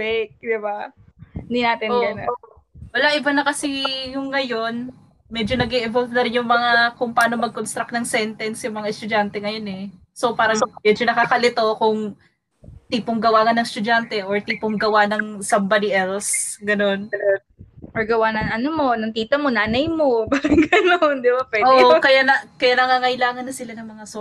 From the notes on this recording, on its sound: Please bear with us sa audio ng episode na ito, alam nyo naman ang internet connection sa Pinas!